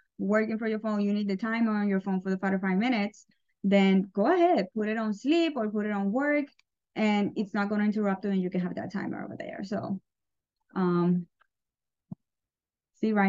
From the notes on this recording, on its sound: Today I am sharing a quick live call we did on our "Unapologetic Club".